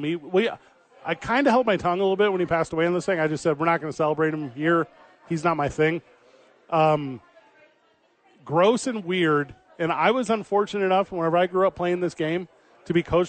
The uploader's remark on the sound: live from Sadies to pregame for TNF!